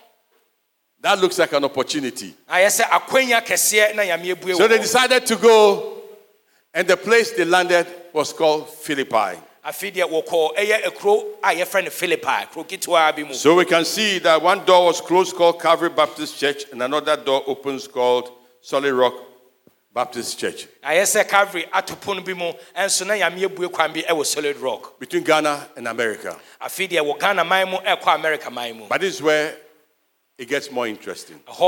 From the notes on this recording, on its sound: Sermon preached at CBC Shiashie Campus on Sunday September 25, 2022